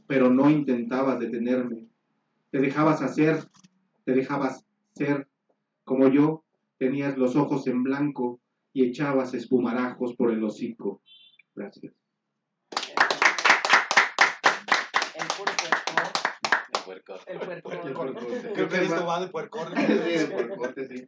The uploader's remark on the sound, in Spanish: Leemos nuestras pasiones y dolores ante el cautivo público del Café Marabunta.